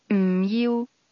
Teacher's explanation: Did you hear how the speaker's tone fell and then rose a little?